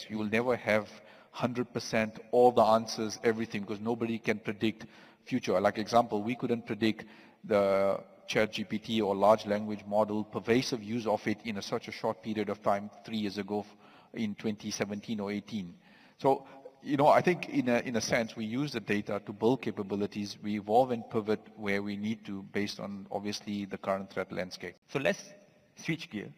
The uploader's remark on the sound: Recorded live on stage at the CYDES 2023 event, organized by the National Cyber Security Agency (NACSA). Please note, due to the live recording nature of this episode, you might need to adjust your audio levels occasionally.